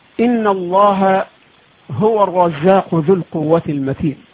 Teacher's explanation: وهو الهاء يخرج من أقصى الحلق تحت مخرج الهمزة، أسفل مخرج الهمزة، أدنى مخرج الهمزة.